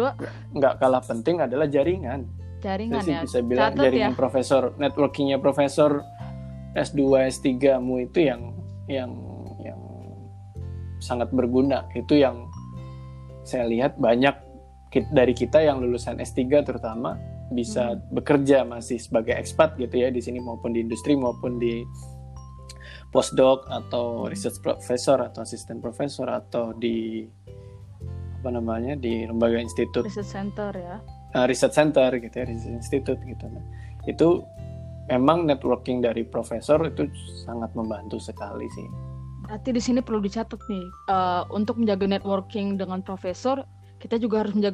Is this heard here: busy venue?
no